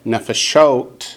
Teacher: In the plural, nefeshot, the accent switches to the last syllable.